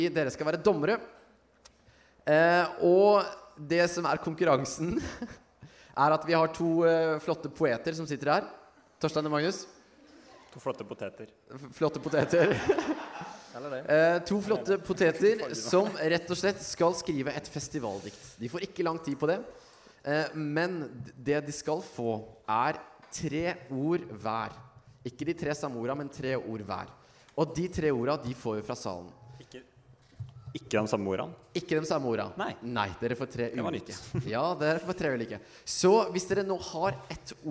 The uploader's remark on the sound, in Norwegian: LIVEPOD fra UL: festival spesial. Første episode av sesong 3 er intet mindre enn live-podden fra UL i sommer.